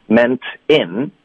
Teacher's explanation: NT 加上一个。哦、oh,，是的，这个是我们第二句，其实。我们的有一个 meant。的这个发音对不对？后面再带一个元音，那你有一个 man，有一个 n 的音，有一个 t 的音，后面再带一个元音连读了 meantin，我们就会彻底的把 t 的音给省略